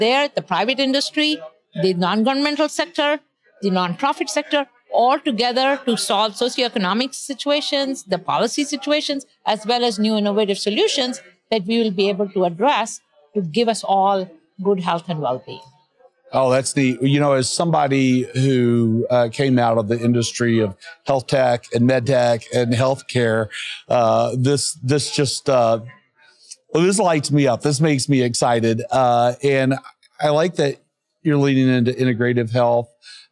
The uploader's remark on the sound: live-recorded conversations at the 2023 Northwest Arkansas Technology Summit